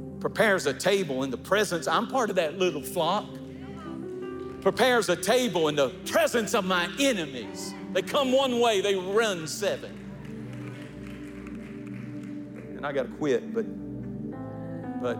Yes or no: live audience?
yes